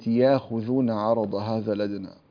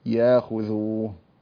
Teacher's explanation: فالهمزة هنا مبدلة لأنها وقعت فاء للفعل · Term: إبدال الهمزة